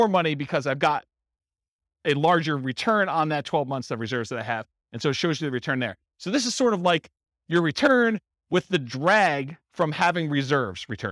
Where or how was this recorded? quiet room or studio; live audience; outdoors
live audience